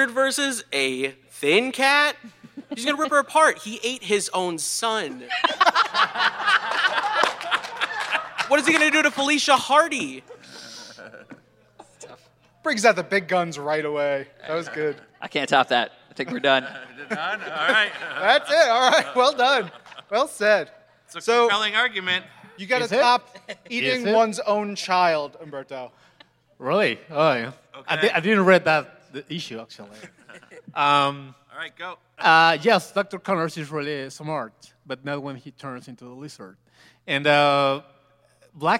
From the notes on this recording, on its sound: Tournament of the Hunted Panel Live at C2E2 2019.